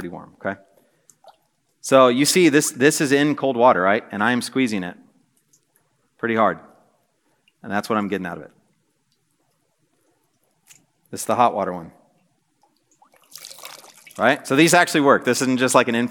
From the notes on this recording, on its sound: This message was preached on December 7, 2023 at a Thursday Night Gathering of Coram Deo College Ministry.